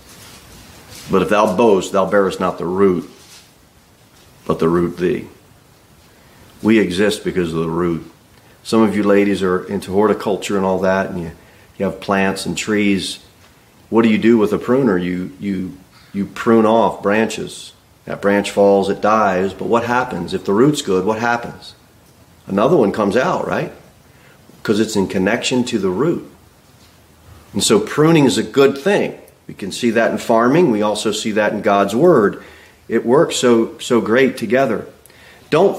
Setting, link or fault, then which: setting, large echoing room